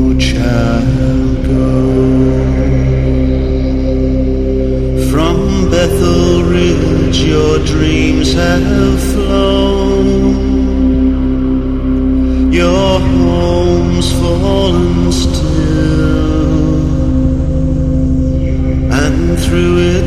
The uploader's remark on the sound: Live interview or Conversation under the Stars at The Hacienda in Nimes France October 2012. Sat down at a table under a tree and I recorded our very relaxed conversation.